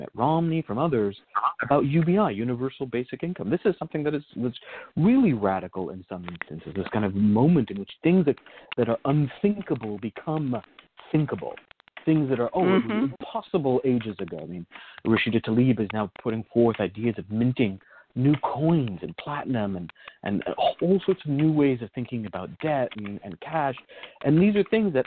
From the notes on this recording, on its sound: a real, live call-in show